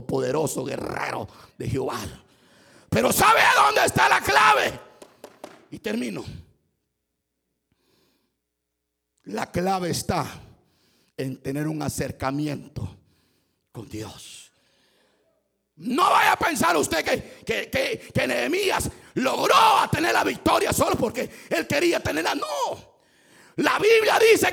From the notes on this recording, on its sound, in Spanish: Culto 1215pm. En vivo desde Iglesia Palabra Viva, Mclean, VA.